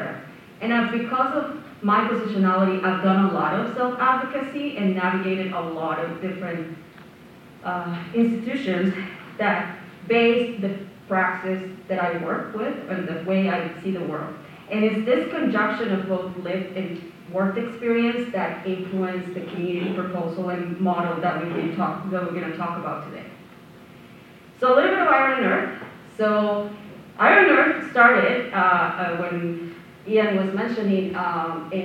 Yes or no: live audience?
yes